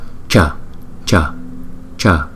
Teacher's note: khi chúng ta phát âm chữ chờ này, chữ chờ này á, là chúng ta phát âm từ trên vòm miệng